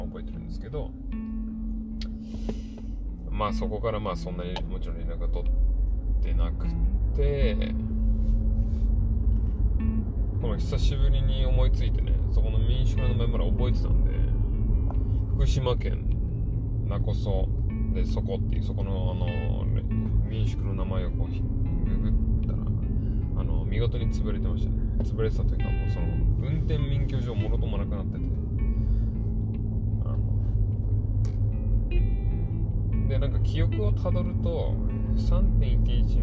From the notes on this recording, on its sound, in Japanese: 車の中で車の話。バイト帰りの車の中で録ってます。スマホをドリンクホルダーに刺して録音したけど声遠くて何いってんだか聞こえません。